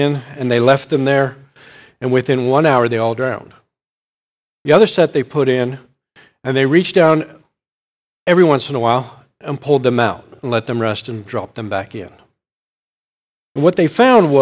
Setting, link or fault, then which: setting, large echoing room